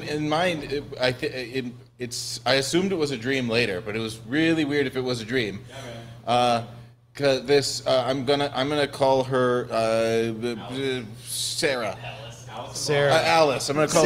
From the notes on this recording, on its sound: Pleb Broadcasting Service was broadcasted from Austin, Texas on September 23rd, 2022 in front of a live Pleb audience.